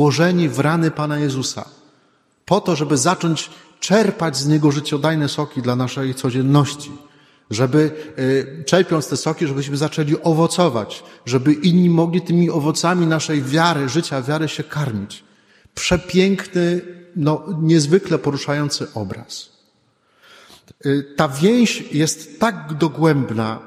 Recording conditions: large echoing room